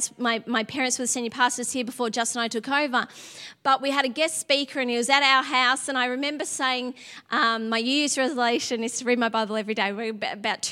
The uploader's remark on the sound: Sunday January 22 Echo Church Melbourne